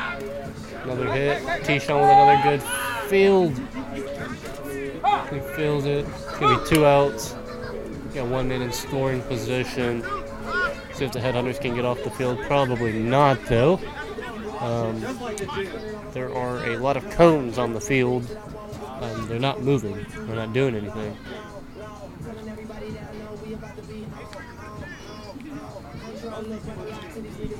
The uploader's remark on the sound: live from the dugout during the softball game